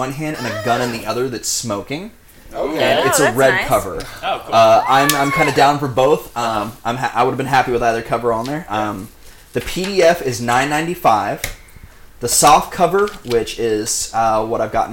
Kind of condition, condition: fault, background noise